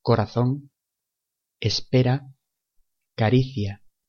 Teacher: Para reproducir el fonema re, la lengua solo toca una vez el paladar